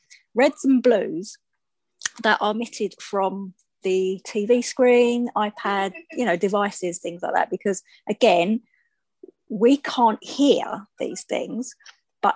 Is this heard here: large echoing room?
no